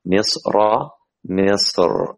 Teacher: اختيار ابن الجزري لكلمة مصر اختار أنها عند الوقف تفخم، لماذا؟ لأنه أجراها مجرى الواصل مصر مصر وهكذا، والقطر اختار ابن الجزري الترقيق، لماذا؟